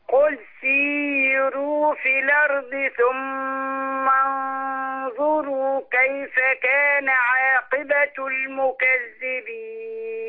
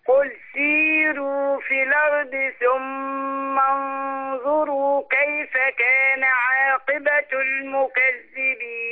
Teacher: انا عايز الواو حركتين بس مش اكتر من كده · Shown in: second take